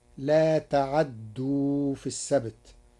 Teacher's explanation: قرأ ورش كلمة لا تعدوا بتحريك العين مفتوحة وتشديد الدال، فتصير لا تعدوا في السبت، وأصله تعتدوا.